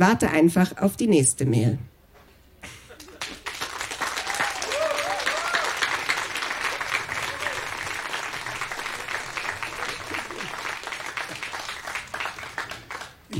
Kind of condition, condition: setting, live audience